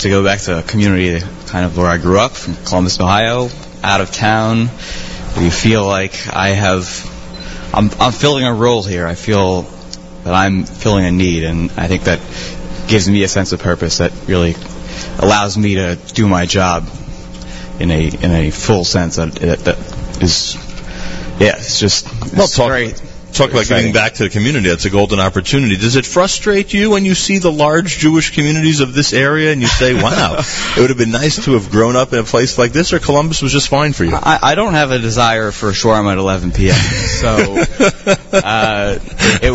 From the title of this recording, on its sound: Live from the 8th Annual Yeshiva University Leadership Conference (ChampionsGate)